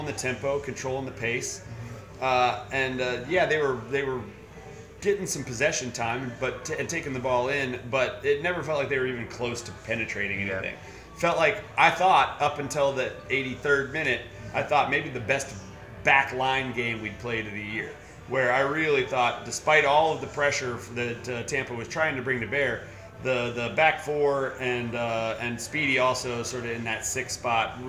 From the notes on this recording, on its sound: Live from Odeon!